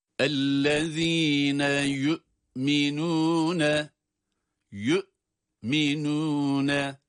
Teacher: ellezine zal harfi peltek, yu'minune, yu'minune derken burada cezimli bir hemze var.